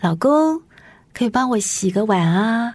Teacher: 那但是就语气柔和，在你的尾音，拖一些尾音